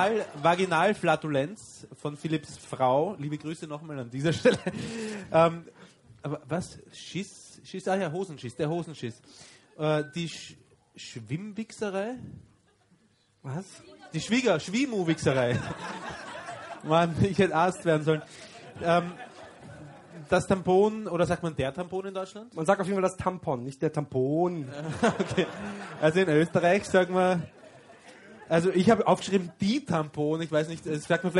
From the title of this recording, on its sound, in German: Weinheim Live